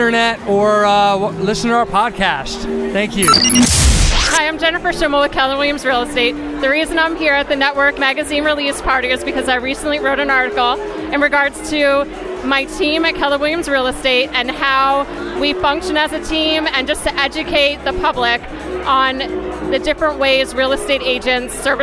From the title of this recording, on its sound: LIVE from the Launch Party of Issue No 4